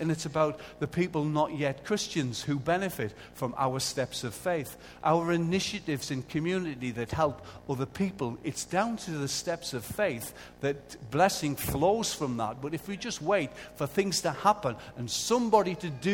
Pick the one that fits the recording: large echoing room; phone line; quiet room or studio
large echoing room